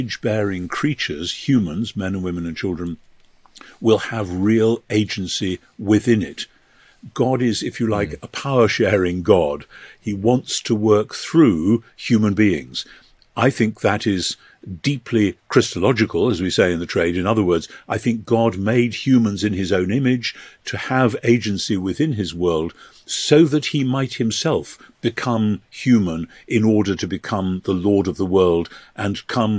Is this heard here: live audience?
no